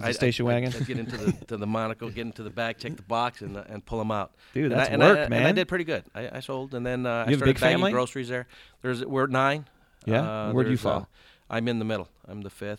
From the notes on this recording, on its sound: joins us at SoxFest